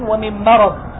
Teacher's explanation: مرض أيضا بسبب وقوع الراء ثم الضاد مفخمة بعدها هو مظن لتفخيم الميم